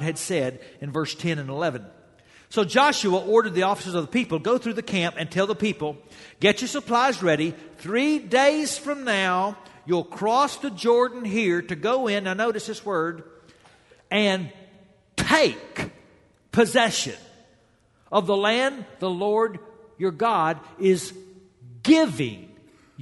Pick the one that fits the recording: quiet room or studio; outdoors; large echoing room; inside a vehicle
large echoing room